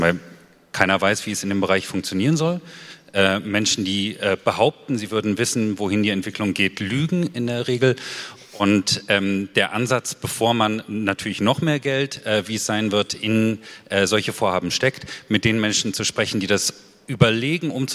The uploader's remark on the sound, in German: Das Kick-Off-Panel auf der diesjährigen re:publica‘18